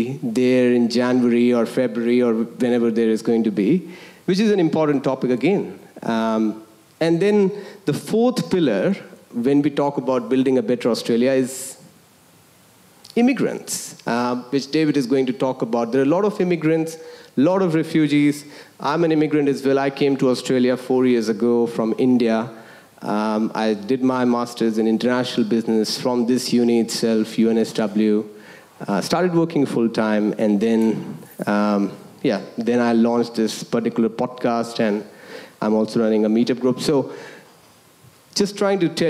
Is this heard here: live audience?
yes